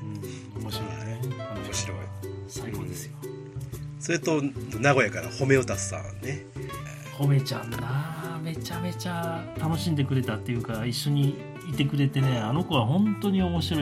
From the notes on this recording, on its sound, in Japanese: 奈良市佐紀古墳群をめぐるツアー中に録音した内容の一部をPodcastにしました。外での録音ですので雑音は多めです。